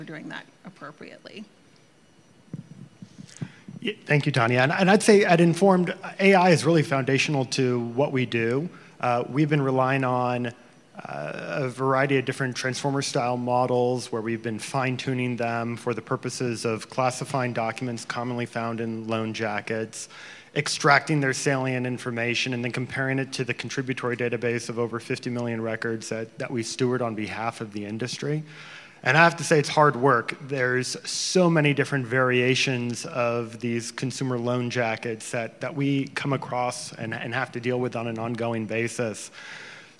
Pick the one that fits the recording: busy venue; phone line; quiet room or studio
busy venue